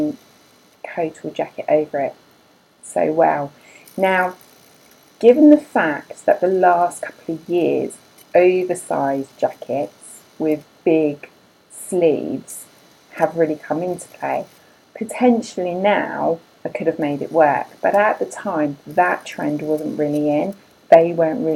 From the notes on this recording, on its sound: There is some glitches with the audio, apologies I was not aware until editing, I believe it the fan of the computer, and it's not something I could remove or reduce.